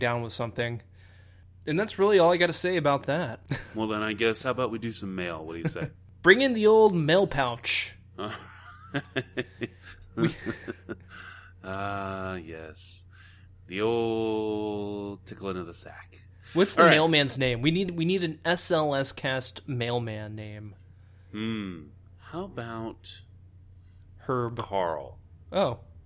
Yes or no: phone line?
no